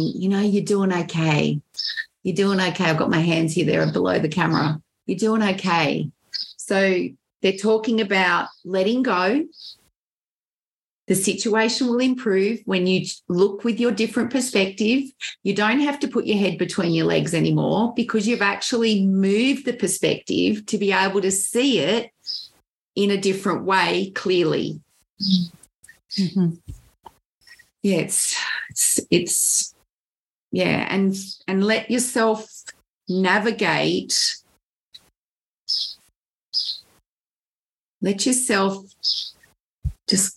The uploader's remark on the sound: Un-cut, unedited audio from our LIVE stream will be available on all of the Podcasting Apps each Wednesday.